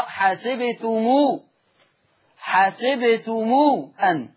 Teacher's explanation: قرأ ورش بصلة ميم الجمع في لفظ حسبتم، تقرأ حسبتمو حسبتمو أن.